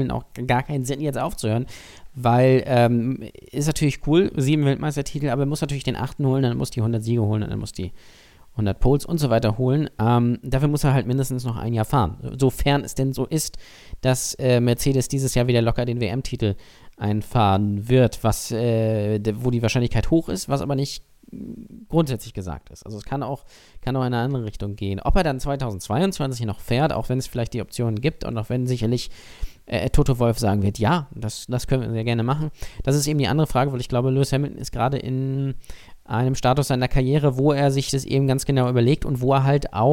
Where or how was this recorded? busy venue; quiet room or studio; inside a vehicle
quiet room or studio